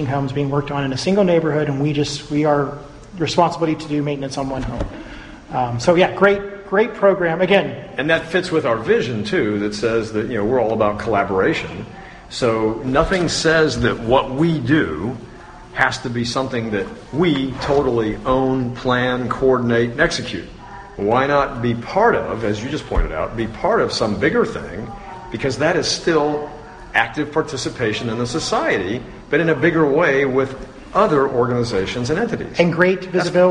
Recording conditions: busy venue